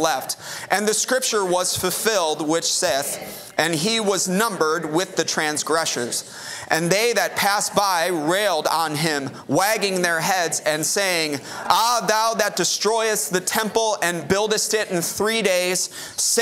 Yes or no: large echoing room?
yes